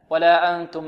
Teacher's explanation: نون بعدها تاء من حروف الإخفاء، ولابد من الاتيان بالغنة هنا